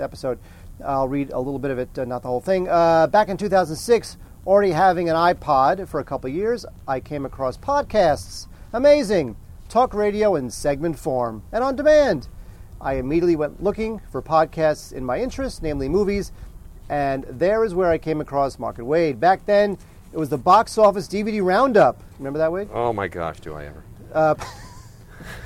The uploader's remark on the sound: Our first podcast recorded outdoors! (It was a disaster).